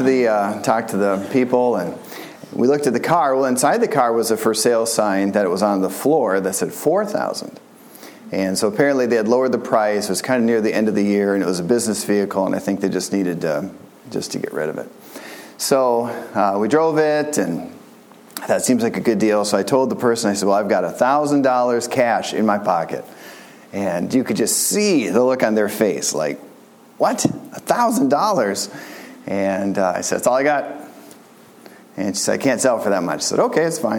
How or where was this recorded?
large echoing room